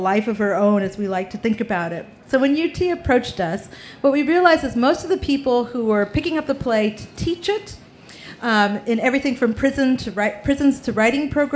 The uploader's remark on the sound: A panel from the Pima County Public Library&#8217;s Nuestras Raices Pavillion at the 2015 Tucson Festival Books. Features a panel from the Pima County Public Library’s Nuestras Raices Pavillion at the 2015 Tucson Festival Books.